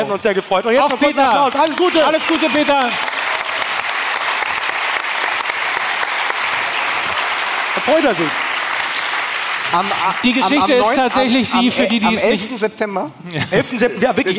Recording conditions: live audience